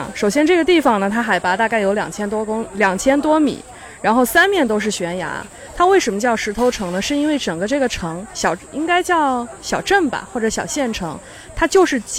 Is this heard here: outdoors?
yes